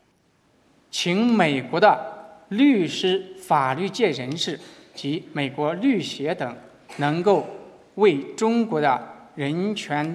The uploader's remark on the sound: Public lecture. Sponsored and organized by the Witherspoon Institute, the lecture is co-sponsored by the James Madison Program in American Ideals and Institutions at Princeton University.